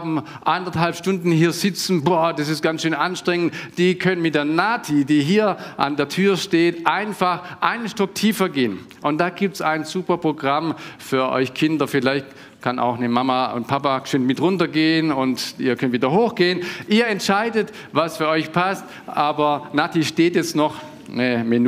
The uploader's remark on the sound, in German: Konfirmationsgottesdienst.